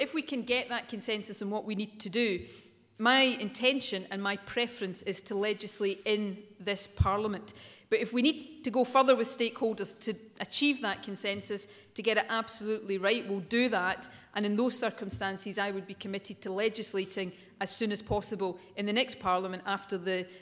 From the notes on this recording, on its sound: First Minister speech at the Scottish Women’s Aid conference, Edinburgh.